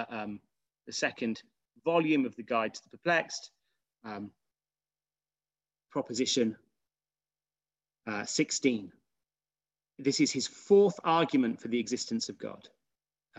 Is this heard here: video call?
yes